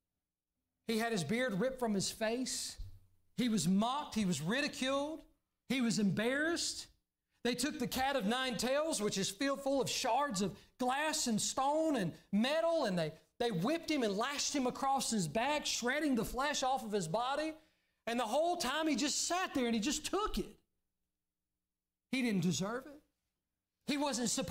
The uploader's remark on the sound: during the Sunday morning service on April 9, 2023, at Southside Baptist Church in Mount Airy, NC.